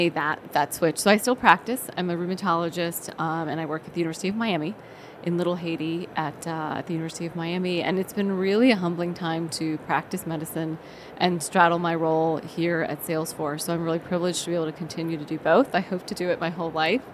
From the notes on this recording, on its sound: live from the floor of the HLTH conference